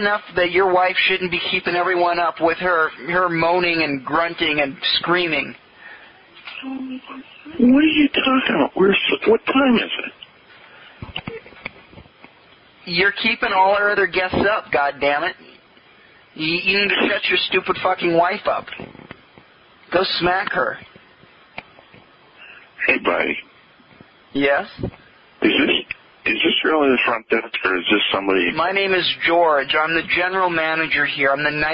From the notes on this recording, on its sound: Prank Phone Calls